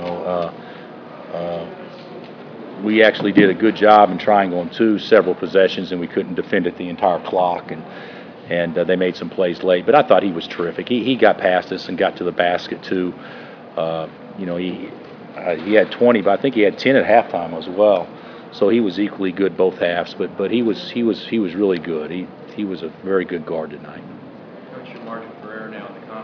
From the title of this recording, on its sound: Press Conferences & Post-Game Interviews